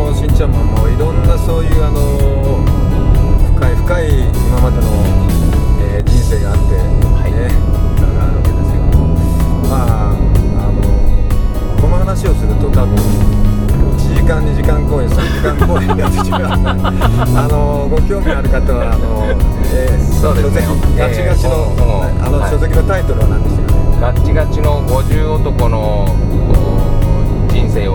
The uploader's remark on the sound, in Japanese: ドライビング対談収録その２